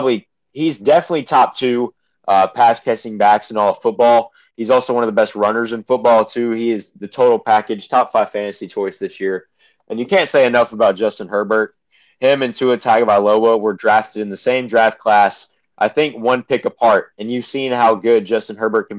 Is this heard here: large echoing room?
no